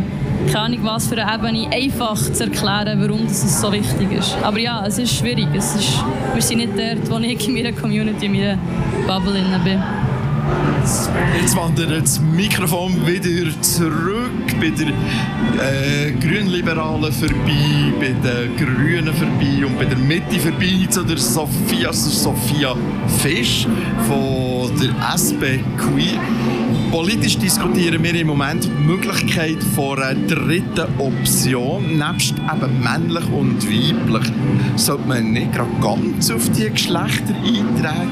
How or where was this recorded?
outdoors